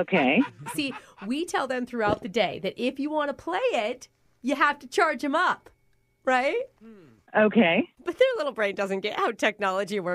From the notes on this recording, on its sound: Phone Tap. Calling from the daycare center.